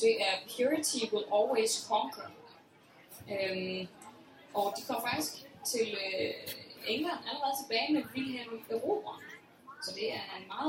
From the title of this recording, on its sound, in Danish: Det Første Liveshow fra Harry Potter Festival i Odense